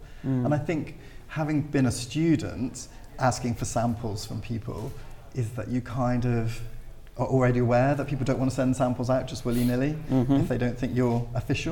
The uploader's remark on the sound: Recorded in front of a live audience at Design Central South West in Blagdon, Somerset.